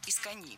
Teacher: Это наречие имеет ударение на последнем слоге и пишется с одной «н» – «искони».